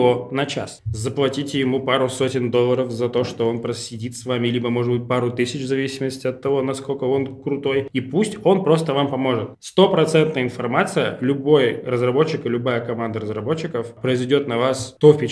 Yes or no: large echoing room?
no